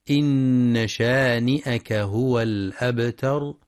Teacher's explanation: ويخطئ من يقرأ إنا بمد النون إنا شانئك، والصواب أنها نون مشددة مفتوحة فقط